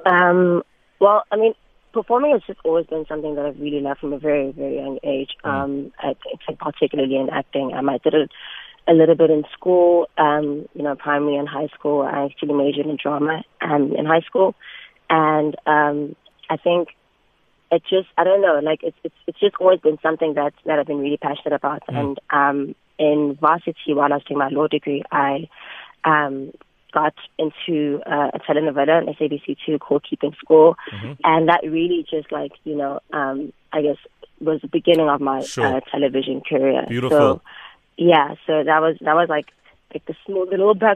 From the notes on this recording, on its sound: PHONE INTERVIEW